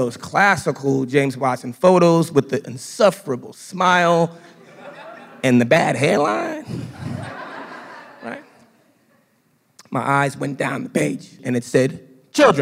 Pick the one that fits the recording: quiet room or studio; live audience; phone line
live audience